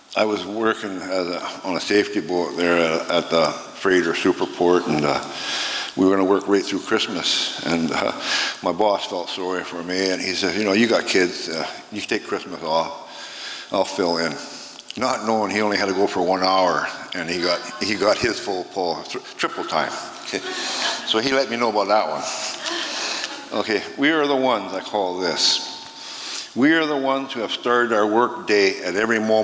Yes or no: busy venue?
yes